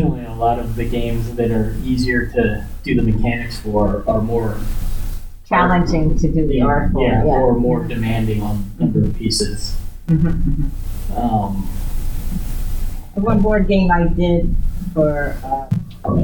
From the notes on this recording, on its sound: Recorded at Metatopia 2023